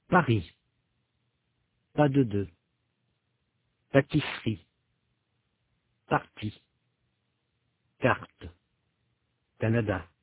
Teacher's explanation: Notez qu'il n'y a pas d'explosion après les consonnes pe, te et que. La voyelle suit immédiatement.